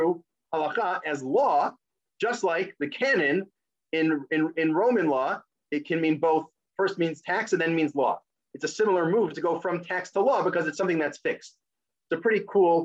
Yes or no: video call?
yes